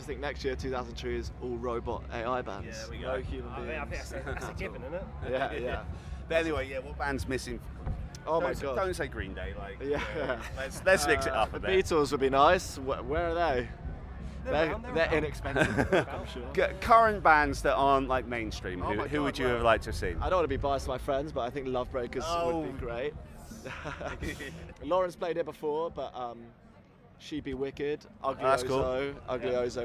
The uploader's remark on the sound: The third in our series from 2000 Trees Festival is an interview. Spoke to us ahead of their set at the festival.